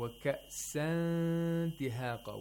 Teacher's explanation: We approximate the place of articulation of dal. We don't make the articulators touch the place of articulation of dal. We make it get really close to the place of articulation. · Term: ikhfa